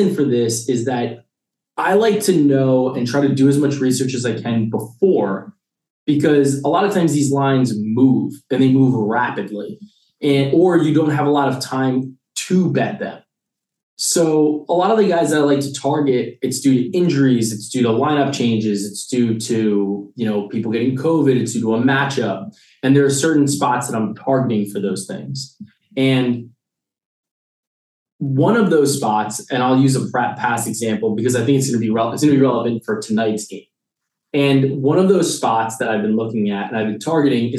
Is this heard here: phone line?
no